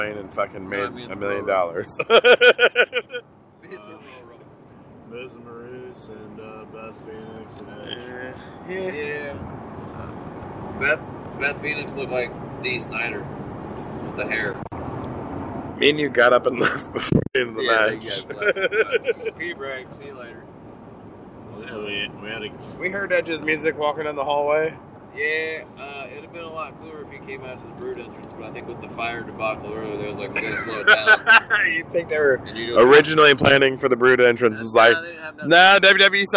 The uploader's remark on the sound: We recorded on a handheld on our roadtrip home from the Royal Rumble. Raw and Gritty!